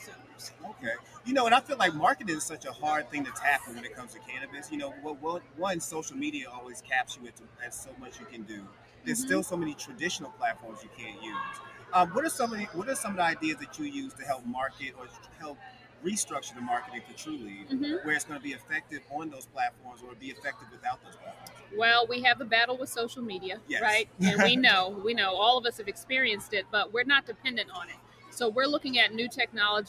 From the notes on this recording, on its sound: Live from New Orleans for Black Cannacon. Live from New Orleans for Black Cannacon.